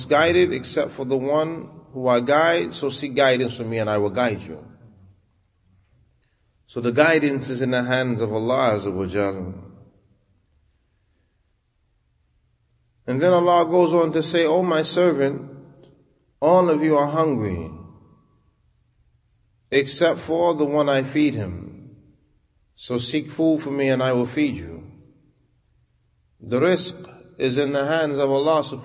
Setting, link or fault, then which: setting, large echoing room